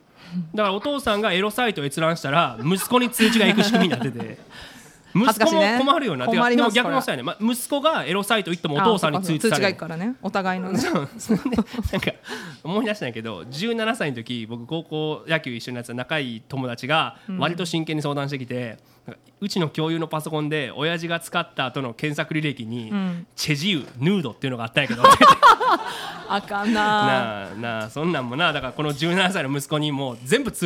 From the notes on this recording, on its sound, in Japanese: 公開収録！